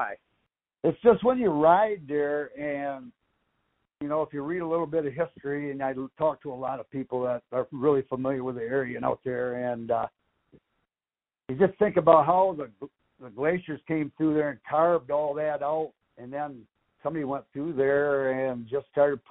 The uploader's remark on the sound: a phone conversation